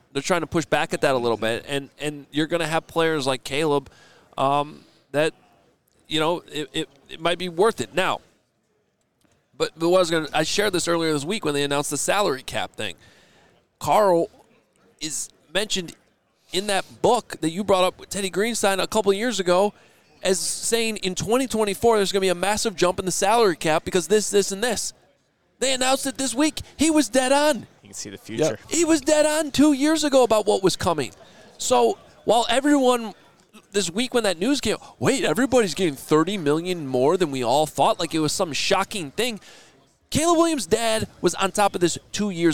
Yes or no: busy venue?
yes